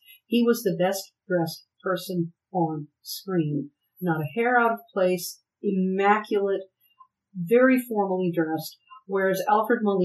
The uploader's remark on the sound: The sound is a bit rough, but future episodes are better, honest!